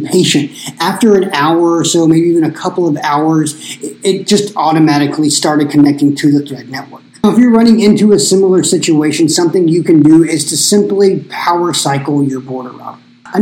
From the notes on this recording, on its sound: My sincerest apologies for this week’s audio quality. The combination of a VERY reverby recording space and a USB cable malfunction were to blame.